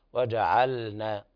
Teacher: لابد من إظهار اللام، هذه لام فعل حكمها الإظهار